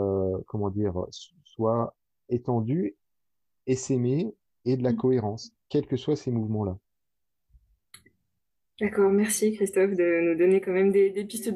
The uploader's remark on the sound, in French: Émission enregistrée le 23 avril 2020 sur Mumble, dans le salon La voix est libre du.